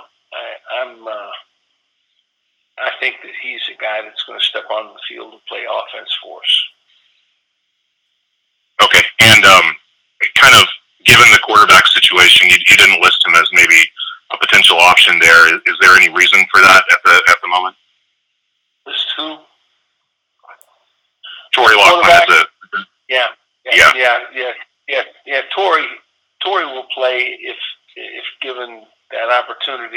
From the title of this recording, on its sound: Big 12 teleconference